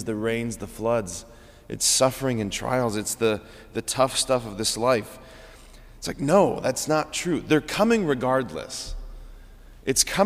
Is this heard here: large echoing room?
yes